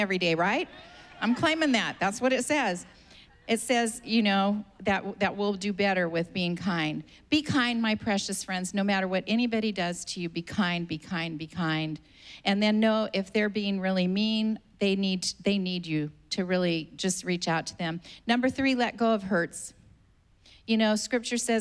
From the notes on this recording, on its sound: was preached on May 9th at the 11:30AM service